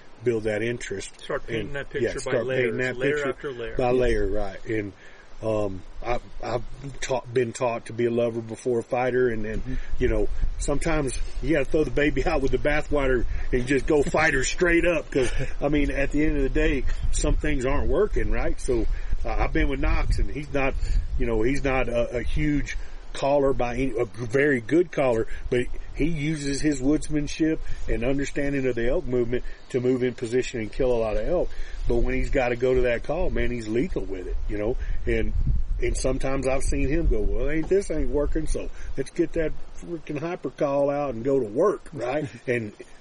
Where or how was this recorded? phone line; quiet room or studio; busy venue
busy venue